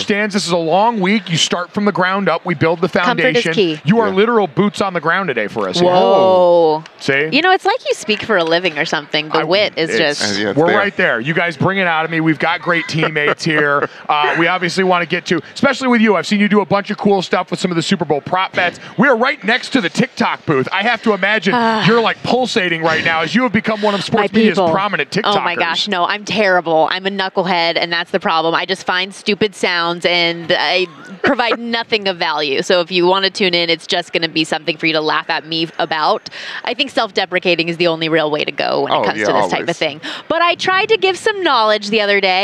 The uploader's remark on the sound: Radio Row Antics. Live at Radio Row!